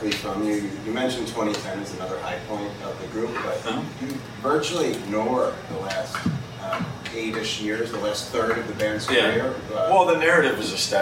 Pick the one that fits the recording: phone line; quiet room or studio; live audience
live audience